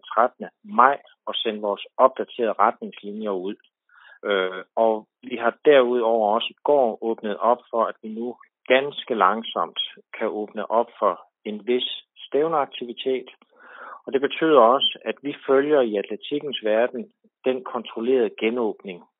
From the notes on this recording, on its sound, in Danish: Er optaget over telefon. Dette præger lyden.